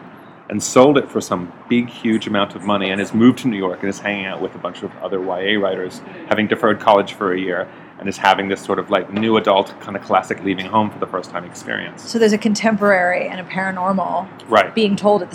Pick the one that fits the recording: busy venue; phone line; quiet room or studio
busy venue